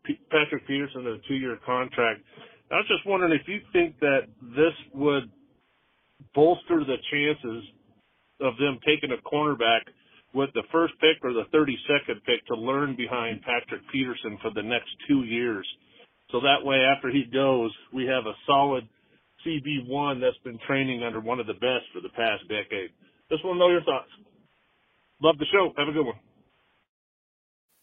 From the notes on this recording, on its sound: it's a mailbag episode where fans called into the show, and now their answers can be heard